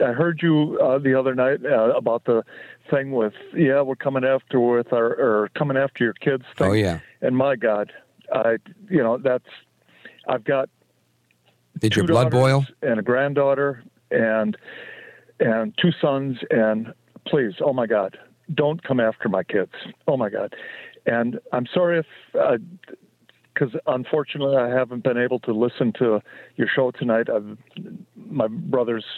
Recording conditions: phone line